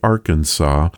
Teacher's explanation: Arkansas stuck with the original French pronunciation, which kept that final S silent